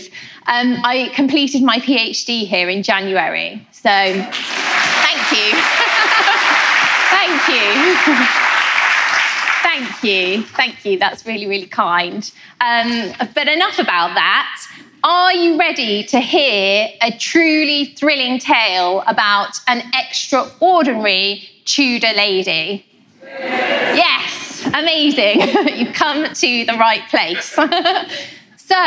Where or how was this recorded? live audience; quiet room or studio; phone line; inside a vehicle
live audience